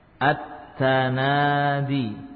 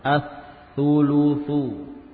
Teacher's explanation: meleburkan huruf lam ke dalam huruf berikutnya. Nah, kemudian huruf yang berikutnya dibaca dengan tasydid · Term: idgham syamsi